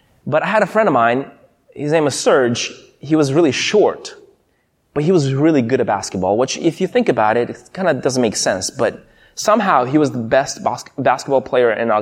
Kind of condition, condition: setting, large echoing room